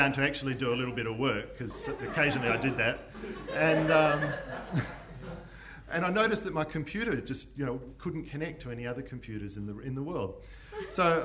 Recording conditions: live audience